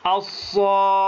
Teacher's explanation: ألف وبعدها الخاء، هذه الخاء مشددة فهي حرف ساكن وحرف متحرك، فتقول الصاخة، وهكذا. · Term: المد اللازم الكلمي